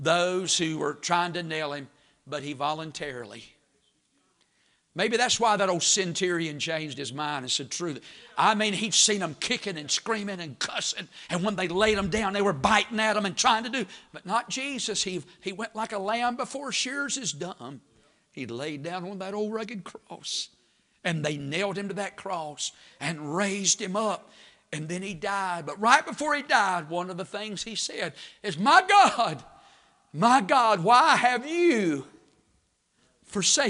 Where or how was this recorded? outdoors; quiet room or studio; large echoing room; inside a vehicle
large echoing room